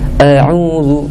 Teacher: hamzah khususnya dalam a'udzu itu istifal